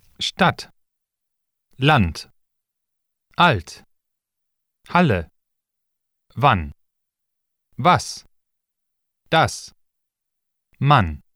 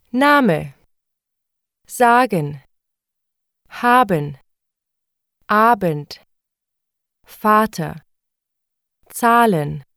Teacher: Short A. The short A is similar in sound quality to the long A, but it is much shorter.